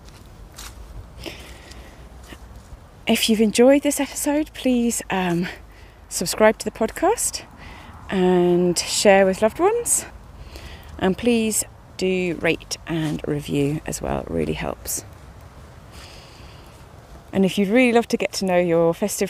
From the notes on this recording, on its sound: Recording of a European Robin in Berlin in October 2023.